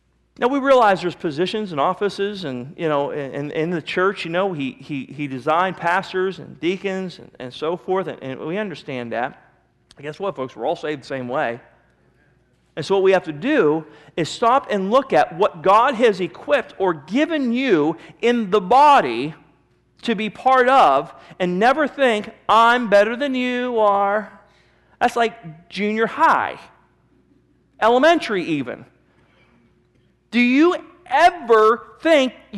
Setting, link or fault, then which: setting, large echoing room